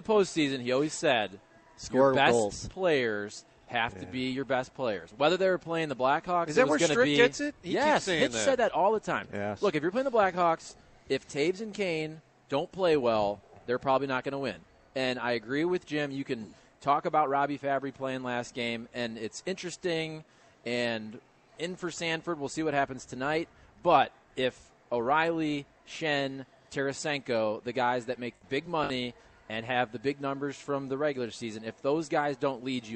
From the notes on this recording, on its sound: broadcasting live from Schnucks in Florissant